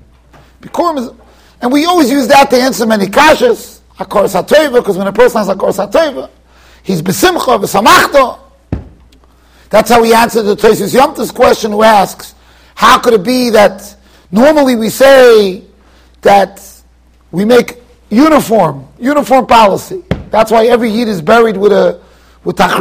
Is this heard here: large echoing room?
yes